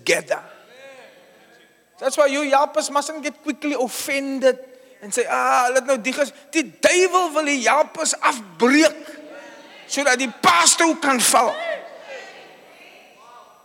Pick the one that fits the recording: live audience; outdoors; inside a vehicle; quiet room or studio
live audience